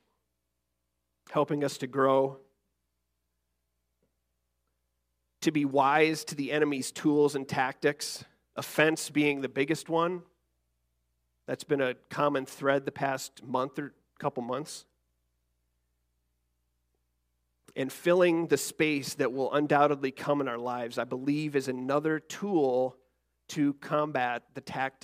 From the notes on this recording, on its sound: Recorded December 3rd, 2023, our monthly Youth-led service.